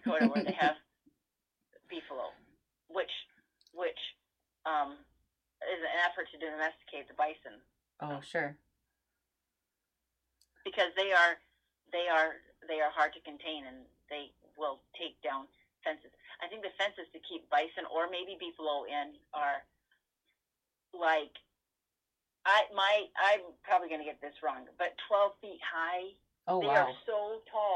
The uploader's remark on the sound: This episode was recorded remotely and sound quality is subpar